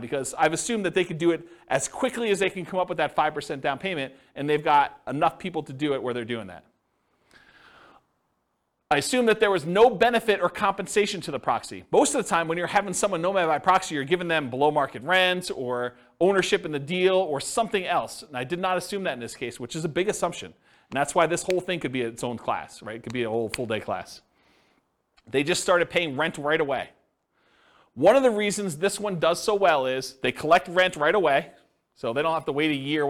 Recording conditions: live audience